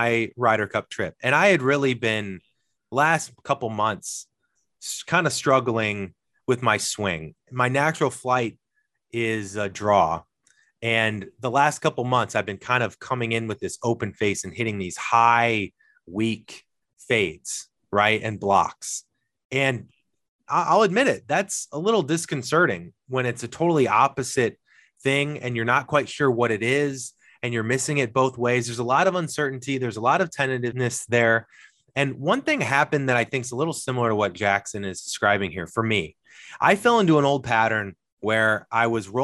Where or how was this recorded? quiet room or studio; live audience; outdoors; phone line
quiet room or studio